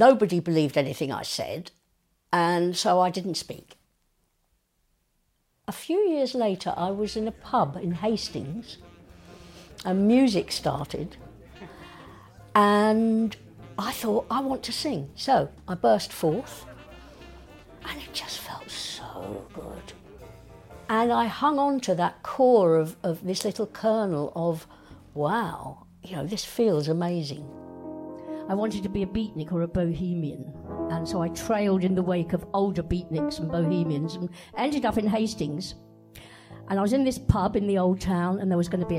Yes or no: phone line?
no